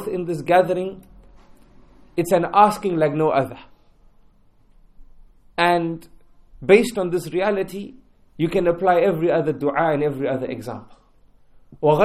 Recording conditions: large echoing room